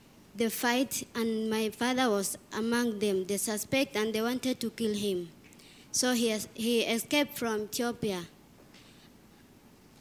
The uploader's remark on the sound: In this special live episode of Up/Root. This live episode is a collaboration between Up/Root and UNICEF Kenya in honor of World Refugee Day and was recorded live on location in Kakuma Refugee Camp.